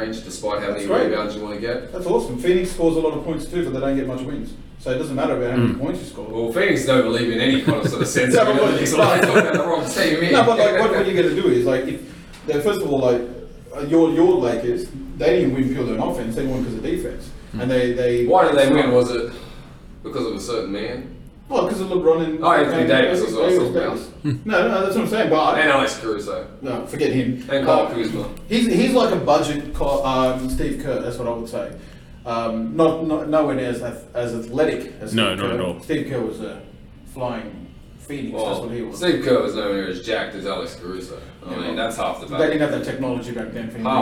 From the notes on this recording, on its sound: Audio wasn't great this week but we are still learning.